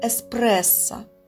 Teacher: Потому что все-таки после буквы «р» мы пишем в русском языке «е», букву «е», хотя произносим это слово согласно нормам, в этом слове произносим твердый звук «р», «эспрессо», но удвоенное S слышится, и она же пишется.